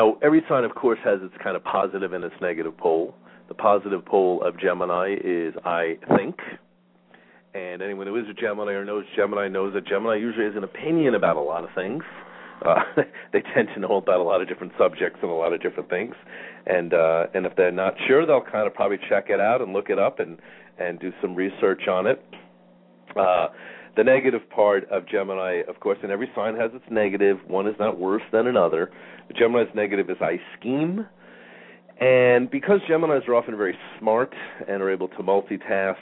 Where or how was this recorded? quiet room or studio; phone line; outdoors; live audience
phone line